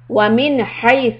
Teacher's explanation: ومن، this noon is إظهار، followed by letter ha from the throat.